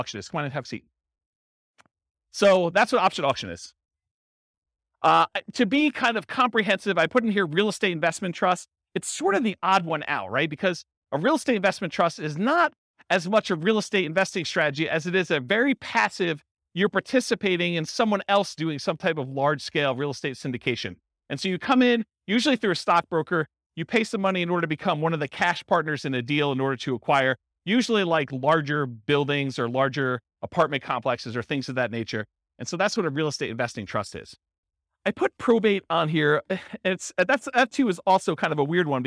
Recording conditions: live audience